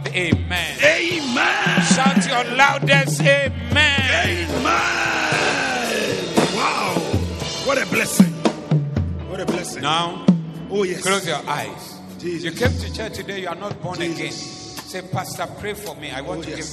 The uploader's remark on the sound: Preached at the Zeloo Service